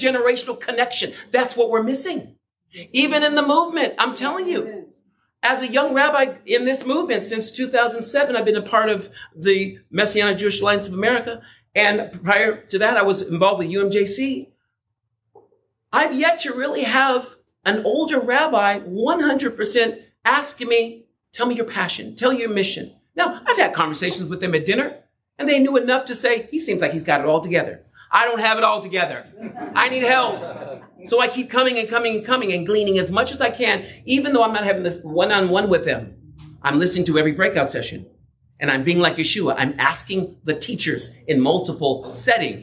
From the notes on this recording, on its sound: did a breakout session for the 2024 MJAA Southwest Regional Yeshua Conference at the Irvine Marriott in California